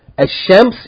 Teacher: Rather, there's idgham. It is assimilated or merged into the sun letter, which is then doubled with shadda.